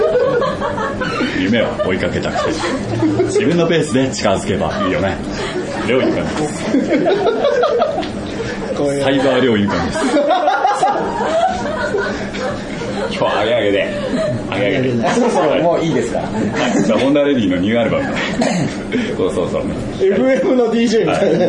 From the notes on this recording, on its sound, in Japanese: ポッドキャスト1周年を記念して開催された公開録音第1部。おなじみのゲストがカラオケ大熱唱！